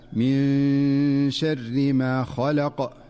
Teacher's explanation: ومن أمثلته في قوله تعالى: من شر ما خلق، فالنون الساكنة في من جاءت قبل الشين فتخفى النون، من شر فتخفى النون مع غنة مناسبة من غير أن تتحول إلى نون ظاهرة ولا أن تدغم في الشين · Term: الإخفاء